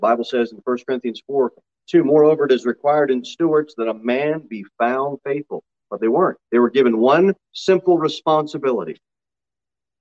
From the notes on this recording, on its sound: Sermon delivered at Pilgrim Baptist Church on Sunday, January 23, 2022, at 6:15 pm. Jere Whitson Rd.